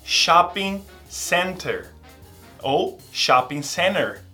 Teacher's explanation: Você pode tirar esse T na hora de pronunciar.